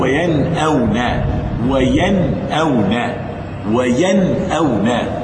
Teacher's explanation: النون مع الهمزة في كلمة واحدة ظهرت · Term: الإظهار